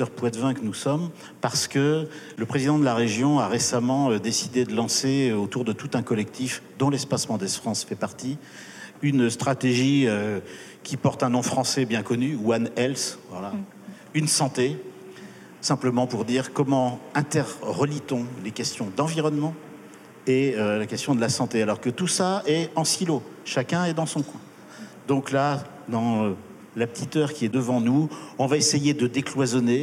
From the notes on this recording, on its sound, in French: Elle s'est déroulée en public en juillet 2022. Prendre racine, l'université d'été de la Grande Muraille verte.